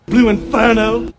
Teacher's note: So Southern English accents are non-rhotic. You leave the R sound out after a vowel in a word like inferno.